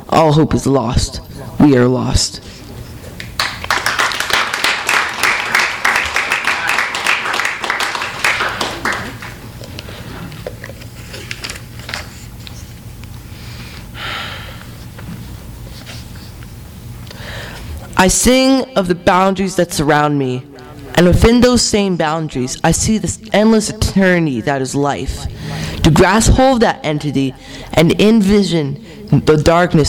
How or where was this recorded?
live audience